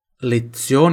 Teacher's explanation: Lezione, onde tem o Z, tem som de TS igual pizza